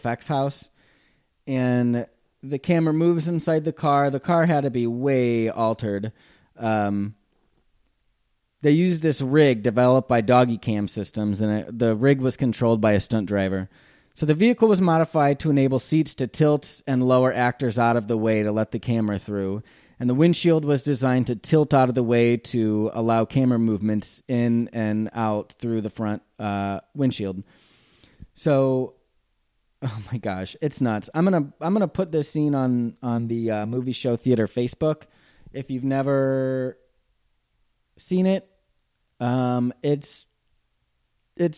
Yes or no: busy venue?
no